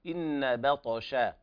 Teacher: ترقيق الباء وعدم تفخيمها، لا تقول بطش با، لأن الباء جاورت حرف مطبق اللي هو الطاء. إن بطش، والطاء من الحروف المقلقلة لأنها ساكنة، قلقلة صغرى.